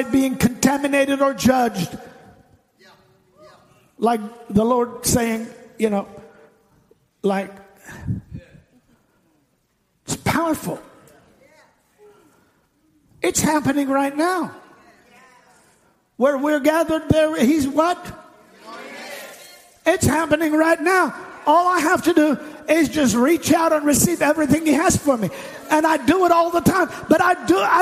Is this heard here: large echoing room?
yes